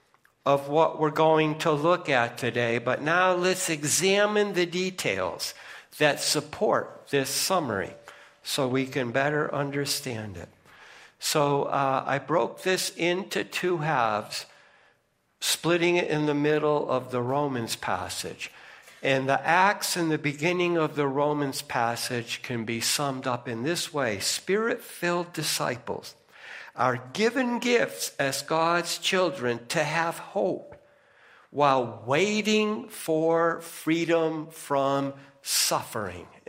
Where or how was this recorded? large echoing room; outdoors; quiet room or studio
large echoing room